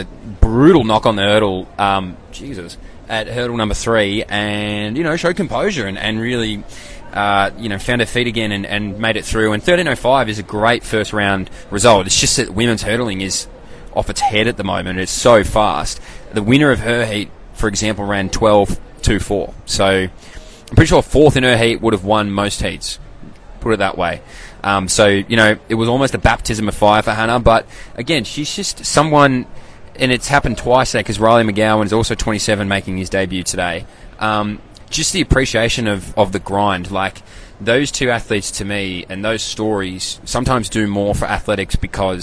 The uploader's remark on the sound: LIVE FROM THE WORLD CHAMPS